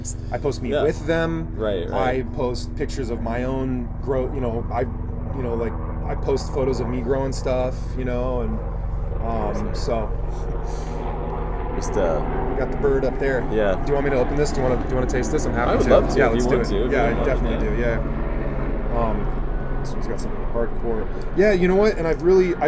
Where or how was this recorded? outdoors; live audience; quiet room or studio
outdoors